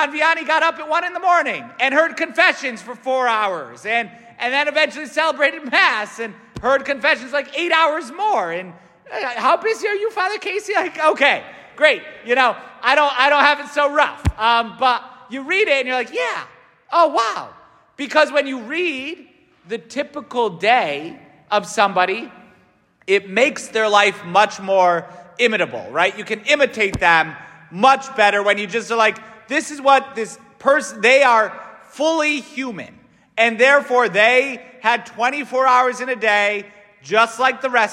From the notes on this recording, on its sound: S t Francis Catholic parish homily